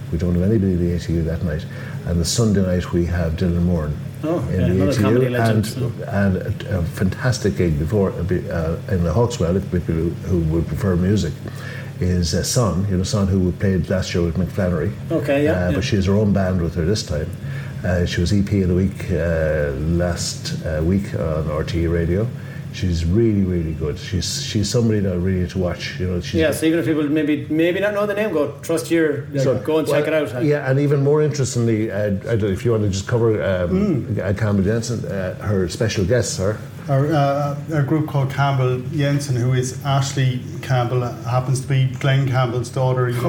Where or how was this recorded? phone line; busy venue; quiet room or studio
busy venue